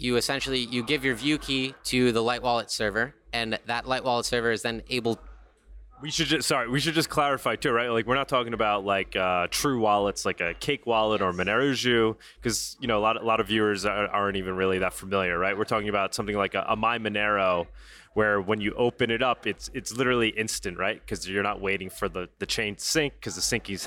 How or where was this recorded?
busy venue